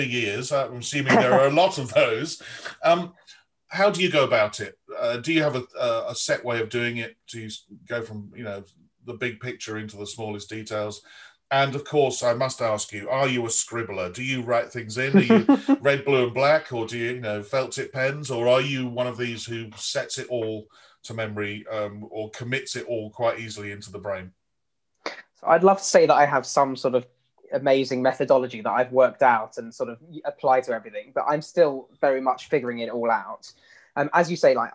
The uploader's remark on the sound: This interview was recorded on 31st October 2020 via Zoom.